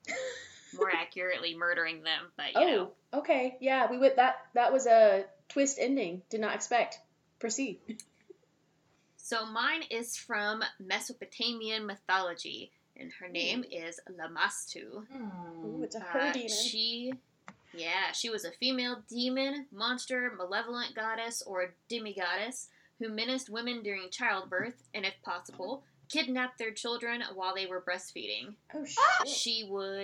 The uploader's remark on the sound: Please excuse our audio problems with this episode, we are still troubleshooting our new setup.